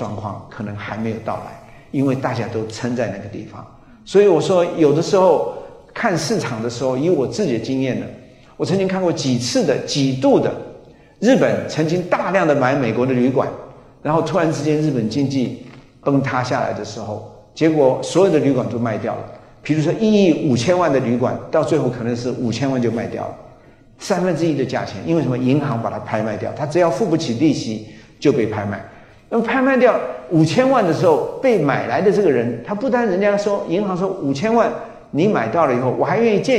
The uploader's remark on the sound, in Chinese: 高雄新書演講會現場錄音